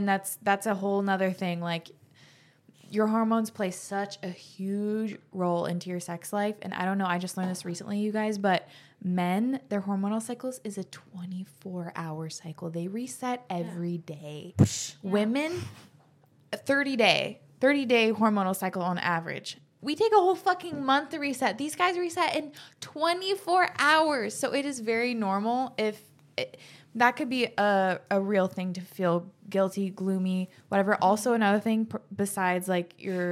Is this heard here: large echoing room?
no